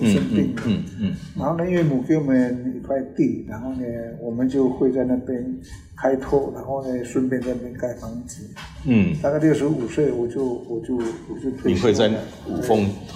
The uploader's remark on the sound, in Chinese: 本集於住宿公共空間進行錄音，故會出現些許背景音，若影響收聽品質請見諒!